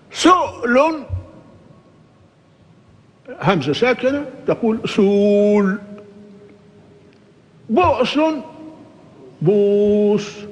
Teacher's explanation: هذا بالنسبة لي الهمزة الساكنة المتوسطة وقبلها مكتوف. إذا كان ساكنة في الوسط وقبلها مضموم، حركة الضم يناسبها الواو، تبدل واوا.